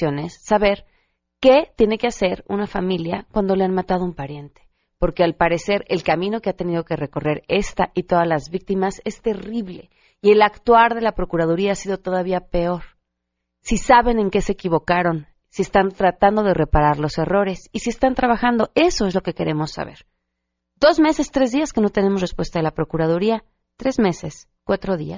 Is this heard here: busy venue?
no